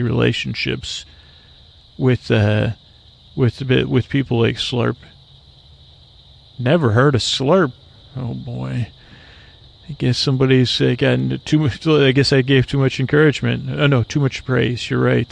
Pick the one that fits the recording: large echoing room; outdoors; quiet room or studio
outdoors